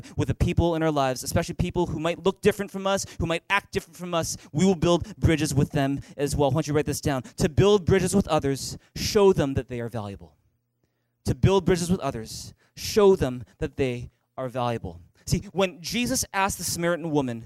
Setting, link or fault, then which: setting, large echoing room